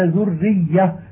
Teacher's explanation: فإذا قلت ذرية فتشديد الراء والياء بالغ متساو، إلا أن الراء أمكن قليلا لأجل إخفاء التكرير فيها